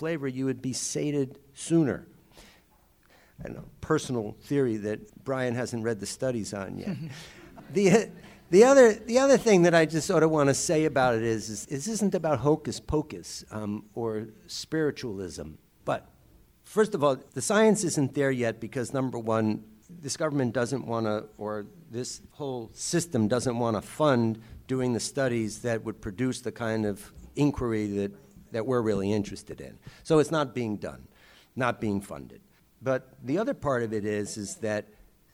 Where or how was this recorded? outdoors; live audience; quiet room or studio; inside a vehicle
live audience